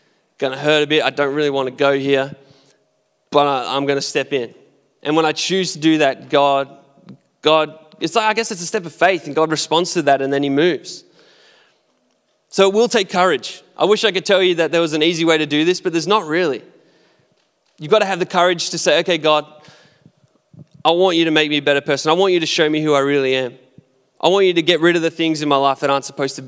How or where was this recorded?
live audience